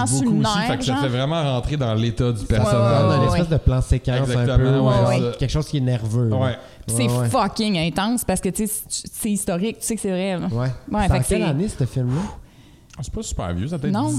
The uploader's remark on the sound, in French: Le podcast à été enregistré en avril 2021 à la microbrasserie le Boquébière au 50, rue Wellington Nord à Sherbrooke.